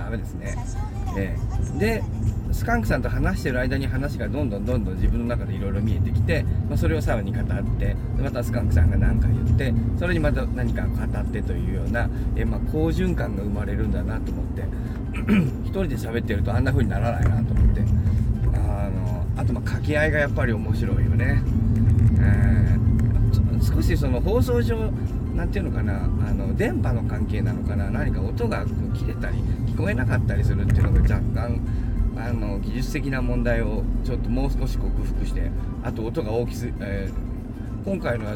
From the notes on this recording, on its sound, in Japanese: 今日はバックヤードじゃなくて車の中